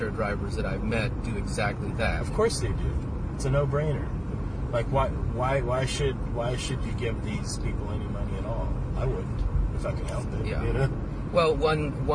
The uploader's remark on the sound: We recorded this while I drove him around the south side of the city.